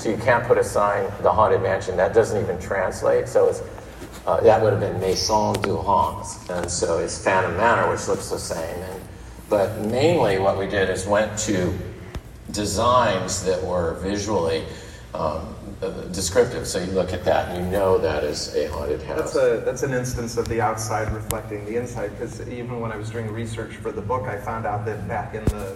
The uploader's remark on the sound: Live from Dis Family Reunion